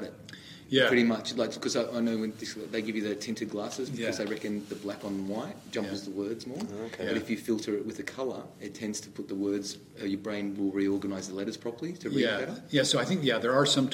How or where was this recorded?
busy venue